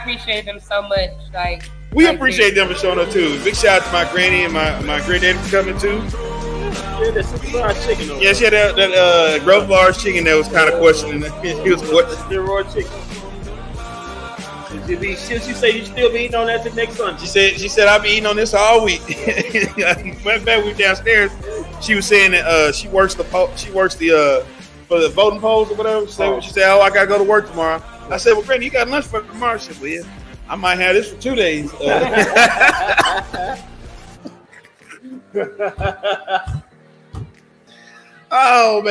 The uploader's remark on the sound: Live from Winners Smokehouse.